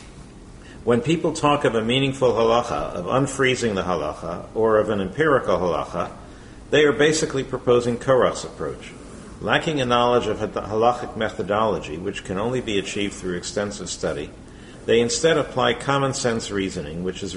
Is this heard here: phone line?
no